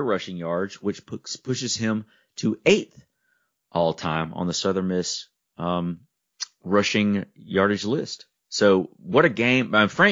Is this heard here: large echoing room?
no